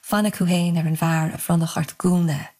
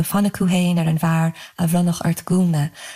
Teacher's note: putting gúna, or dress, at the end, gúna means dress, it just creates this nice echo of the long U vowel sound